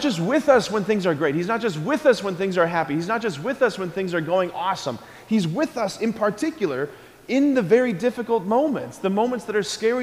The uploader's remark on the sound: Preached this homily on December 14, 2023 at Sacred Heart of Jesus Catholic Church in Wadsworth, OH. School Mass.